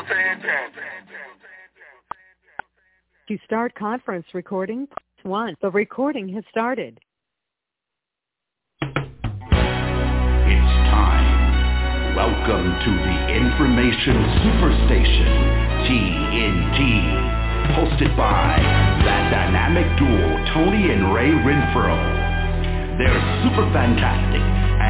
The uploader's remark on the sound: TNTSuperfantastic Conference Call